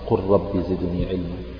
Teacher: واللام في قل أيضا تدغم في الراء